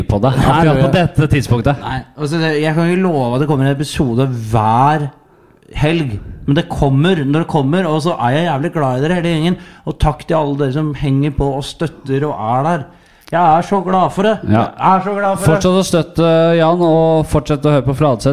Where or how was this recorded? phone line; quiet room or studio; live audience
live audience